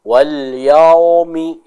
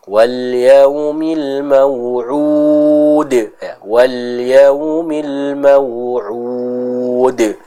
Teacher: Terjadi pada huruf waw atau ya sukun yang didahului oleh huruf berharakat fathah. Maka cara membacanya adalah dengan dibaca dengan lembut ya. Jadi tidak boleh ditekan atau tidak boleh dibaca dengan tebal. · Shown in: second take · Contohnya wal yaumi, ini kurang tepat. · Term: hukum lin